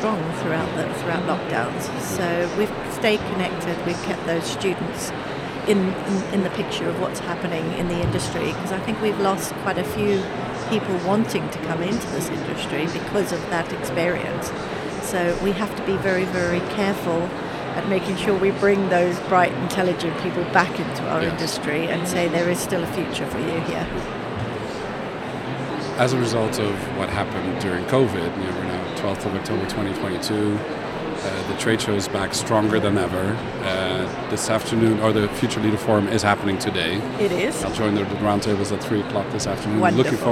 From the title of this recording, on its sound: Live from #IMEXAmerica